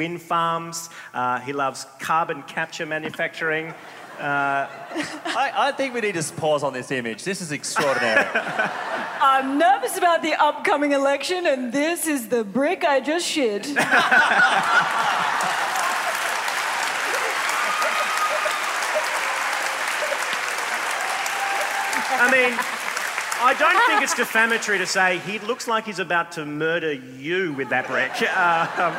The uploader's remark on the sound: A Rational Fear — LIVE — Melbourne Comedy Festival 2022. Thrilled to bring you the A Rational Fear LIVE show we did last month at the Melbourne International Comedy Festival. This is a podcast recording I'm sorry. She's waving by the sound desk.